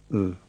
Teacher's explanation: Well, the word for pretty begins with a breathed L, which works in the same way. It begins with a whispered L and turns into a normal L, l. And together they make the breathed L, l.